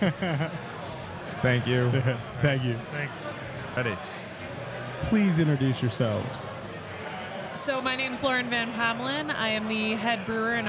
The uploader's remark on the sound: This is the first of three episodes recorded at Xul Beer Company during the weekend of their Kill The Lights festival.